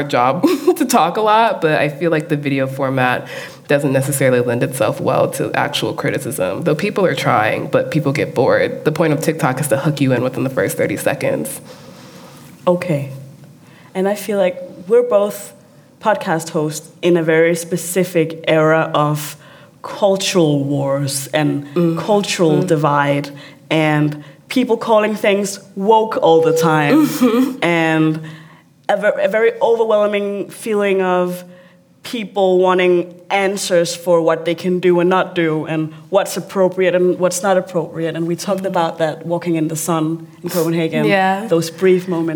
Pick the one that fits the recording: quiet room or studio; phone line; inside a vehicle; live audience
live audience